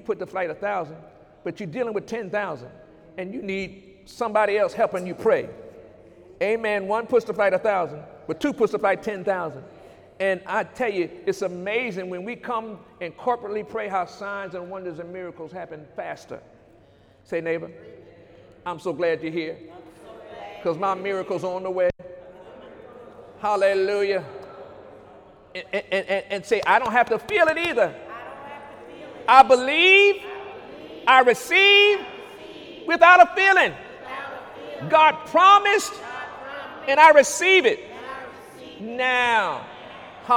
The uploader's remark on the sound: During Sunday morning service on December 16, 2018